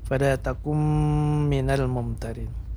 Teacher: Kalau idgham bighunnah ini masuk dengan dengung seperti non sukun bertemu dengan huruf mim